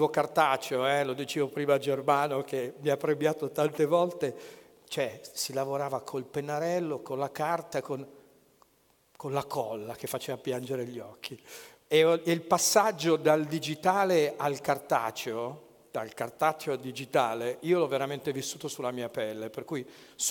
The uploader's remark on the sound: TEDxLegnano. This talk was given at a TEDx event using the TED conference format but independently organized by a local community.